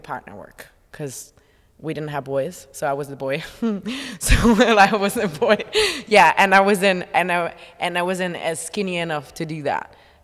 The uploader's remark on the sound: At The Ins And Outs Easter Intensive we had a Q&A